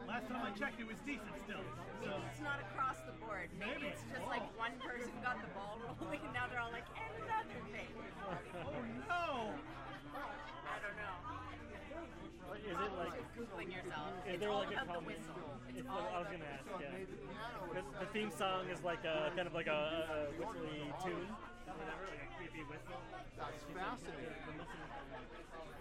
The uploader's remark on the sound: Pretend like you're breaking quarantine at the Imperial Pub. Recorded on/at the friday night mixer before PCTO20. Be forewarned i'm pretty sure I go take a piss somewhere in this recording.